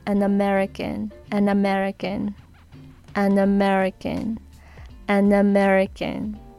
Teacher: American の「あ」とその前にある「あん」の「ん」の N がくっついて An American An American An American An American で一番最後 American のん N の音と Accent の「あ」の母音がくっついて